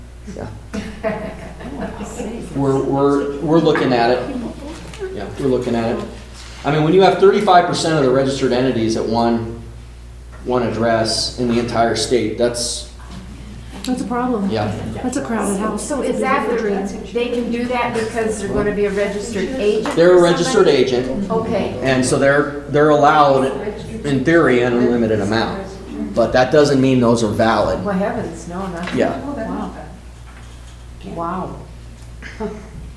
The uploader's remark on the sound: Town hall in Buffalo on May 20, 2023.